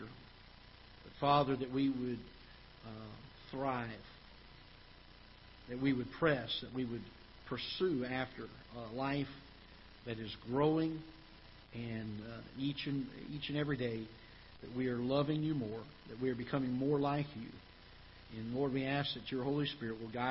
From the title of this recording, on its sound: Ketha Heights Baptist Church ~ Live Broadcast